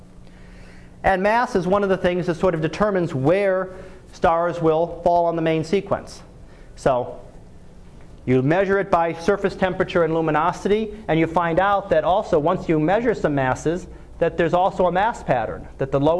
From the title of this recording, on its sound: Live Class Lecture